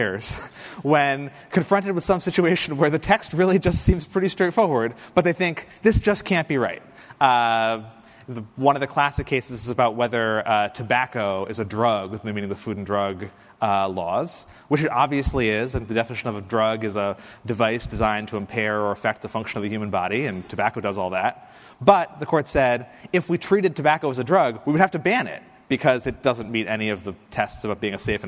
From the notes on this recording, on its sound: Recorded on October 15, 2019, at The Standard Club in Chicago.